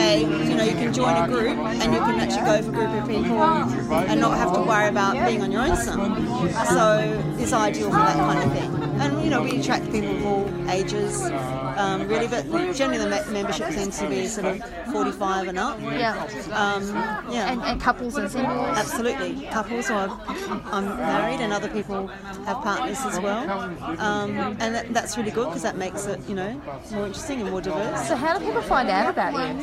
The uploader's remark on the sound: This episode was recorded at OneDay Estate winery. Playing his acoustic set in the background. At times the crowd noise erupts and drowns out a few words here and there.